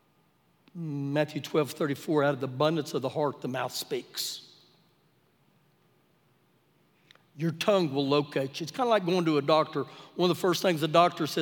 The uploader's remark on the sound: Recorded live during our Wednesday night service